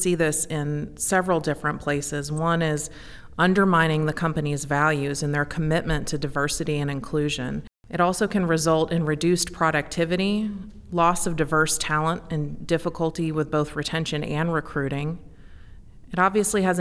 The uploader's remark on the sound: In this podcast recorded at Ogletree Deakins’ national Workplace Strategies seminar, our panel analyzes microaggressions in the workplace.